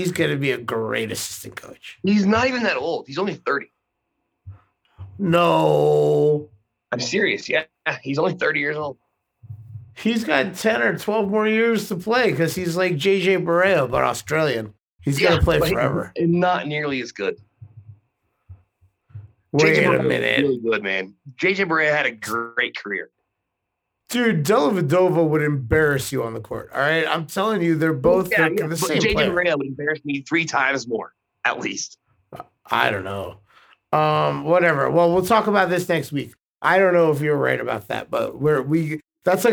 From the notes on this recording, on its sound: link up via zoom